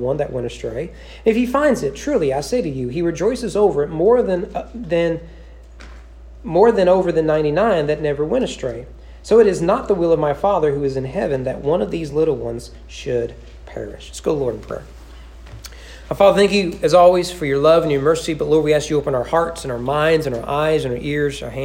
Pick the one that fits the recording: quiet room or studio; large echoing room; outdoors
large echoing room